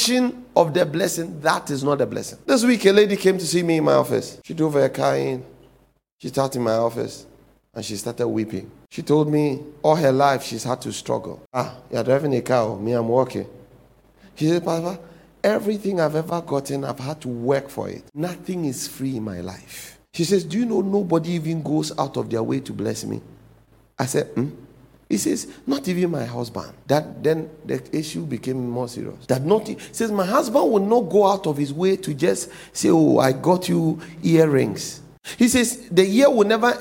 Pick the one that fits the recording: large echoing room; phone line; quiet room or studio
large echoing room